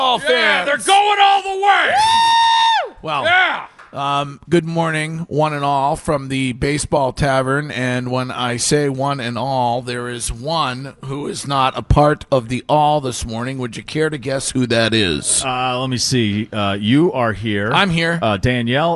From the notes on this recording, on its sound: Broadcasting live from the Baseball Tavern for the home opener